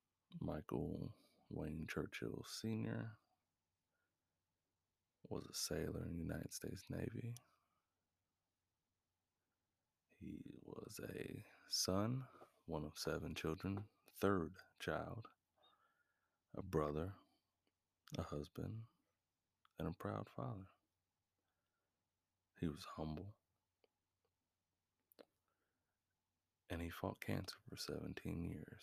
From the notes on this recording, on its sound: This is the version of episode 1 without the background music. That way the audio at the beginning of the podcast can be heard better.